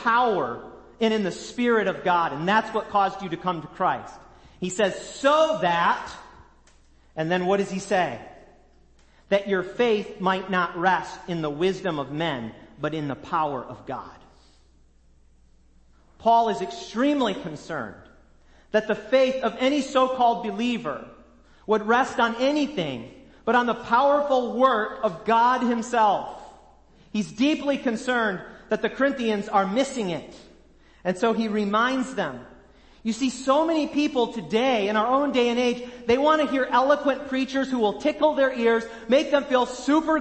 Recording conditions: large echoing room